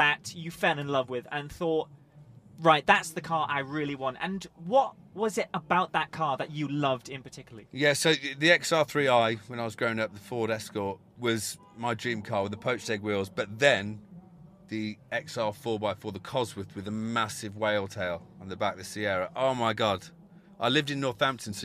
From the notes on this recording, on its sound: This episode was recorded live at the 2021 British Motor Show in Farnborough.